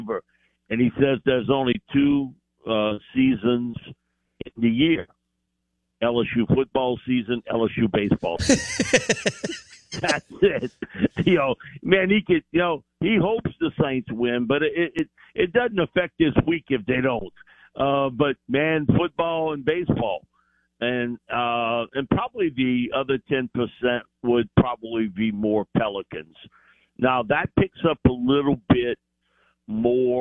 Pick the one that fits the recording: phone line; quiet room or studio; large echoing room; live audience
phone line